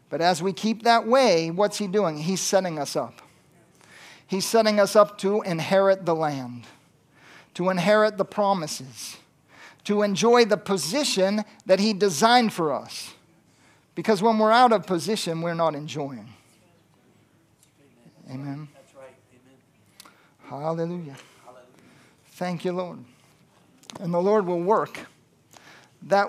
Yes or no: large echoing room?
yes